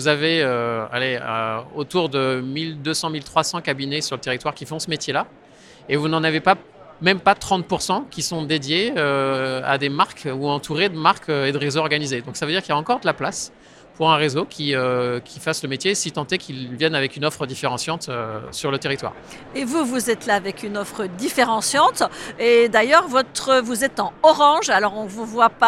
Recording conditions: busy venue